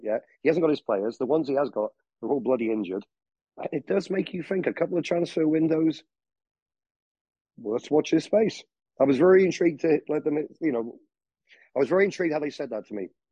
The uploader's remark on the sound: Talk over Zoom